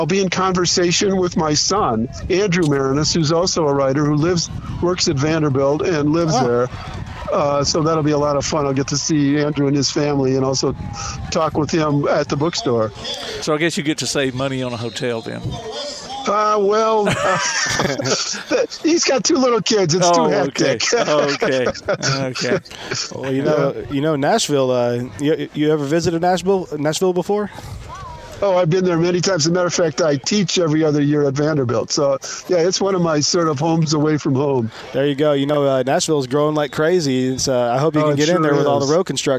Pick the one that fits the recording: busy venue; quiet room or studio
busy venue